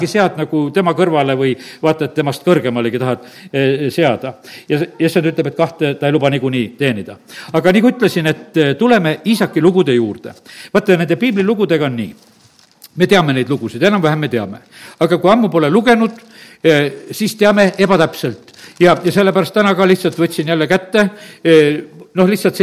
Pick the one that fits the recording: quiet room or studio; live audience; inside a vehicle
live audience